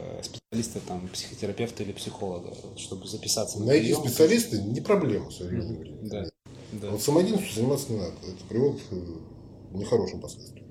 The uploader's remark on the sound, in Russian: Качество записи не идеальное, так как это рип с эфира в инстгараме, но вполне можно слушать.